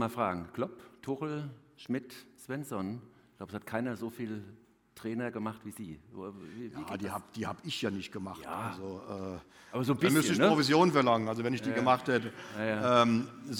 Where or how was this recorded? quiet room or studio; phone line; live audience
live audience